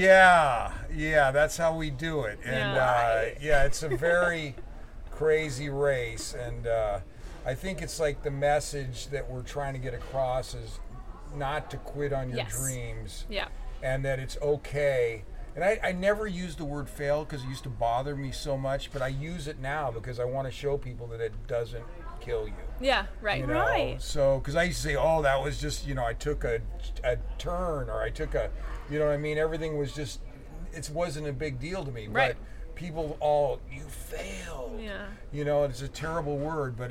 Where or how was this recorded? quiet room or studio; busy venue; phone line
busy venue